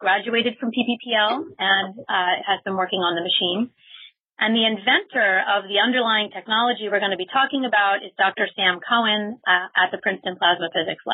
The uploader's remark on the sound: This talk was featured on the May 29 Future In-Space Operations weekly teleconference